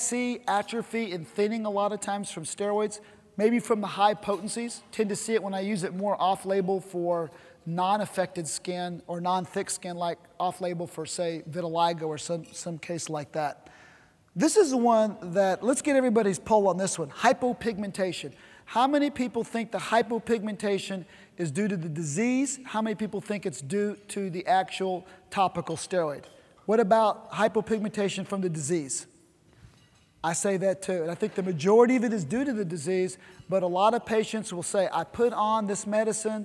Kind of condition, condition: setting, large echoing room